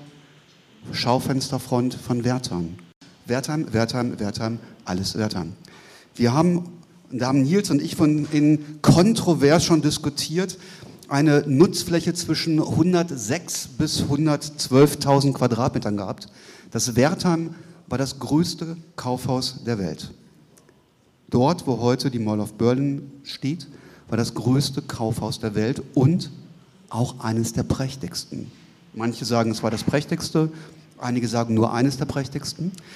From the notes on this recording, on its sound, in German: Die als Live-Podcast in den Räumen der Zentralen Landesbibliothek stattgefunden hat.